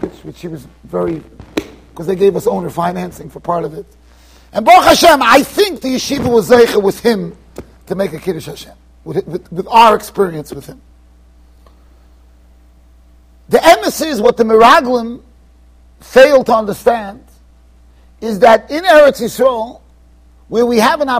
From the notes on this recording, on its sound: Shiur recorded in Yeshivas Ohr Reuven, Monsey NY.